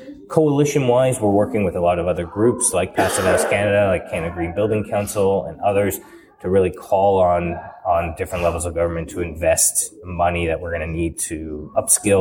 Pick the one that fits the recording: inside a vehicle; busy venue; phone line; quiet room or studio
busy venue